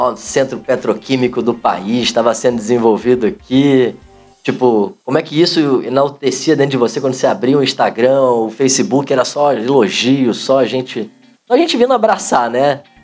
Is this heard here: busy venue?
no